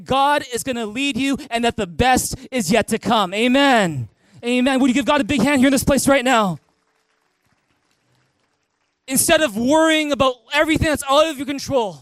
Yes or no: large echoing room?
yes